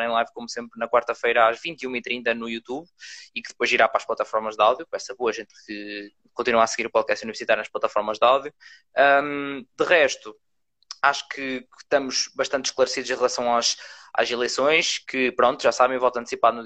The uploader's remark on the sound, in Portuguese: Neste Live do Instagram